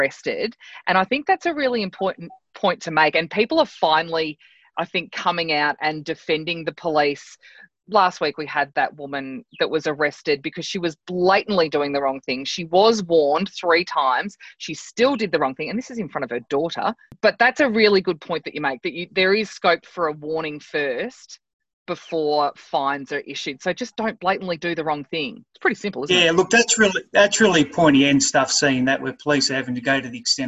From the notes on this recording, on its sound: was done over zoom without the other fancy gear, I’ve tried as hard as possible to improve audio quality, so I do apologise